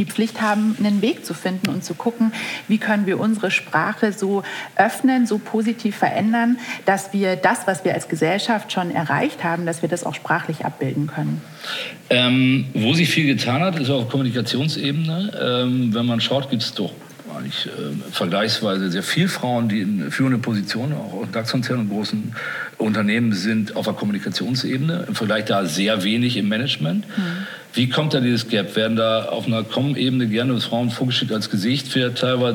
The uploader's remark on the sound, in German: KKongress Special 2021. Im Live-Podcast.